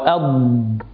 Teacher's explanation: فتنغلق حافة اللسان على ما يحاذيها من الحنك الأعلى انغلاقا تاما لاستعلاء اللسان وإطباقه، فينضغط الهواء الحامل للصوت ولا يجد له مخرجا، وتحت تأثير · جريانه متضائلا مدة بسيطة من الزمن هو زمن الرخاوة ثم ينتهي. فاستمرار صوت الضاد هو صفة الرخاوة، وتحرك اللسان أثناء النطق بها هو صفة الاستطالة · Term: الضاد الساكنة